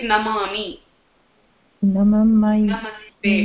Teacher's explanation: All the na come on that dental.